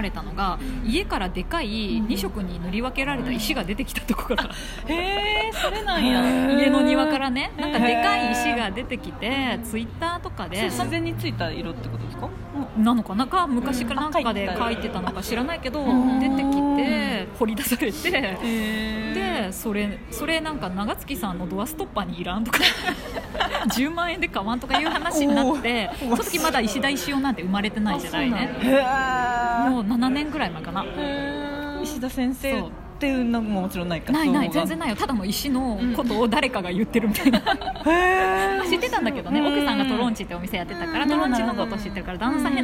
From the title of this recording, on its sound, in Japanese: 出張収録石フェス編